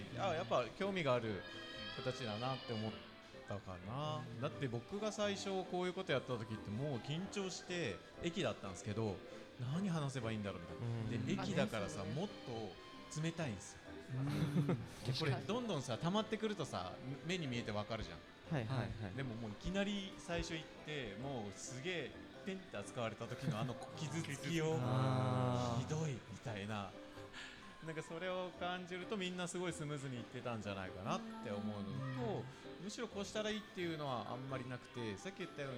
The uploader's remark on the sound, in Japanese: ガーデンズ千早1stアニバーサリーで、九州産業大学地域共創学部の学生によるワークショップを開催しました。今回学生によるMCで公開収録した模様をお届けします。